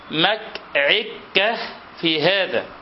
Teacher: وآخرون يجعلون اللام كافا، وهذه لثغة عجيبة، كالذي عرض لعمر أخي هلال فإنه كان إذا أراد أن يقول ما العلة في هذا قال مك عكة في هذا، تخيل، يعني ينطق اللام كافا مك عكة، يعني ما العلة في هذا. · Term: اللثغة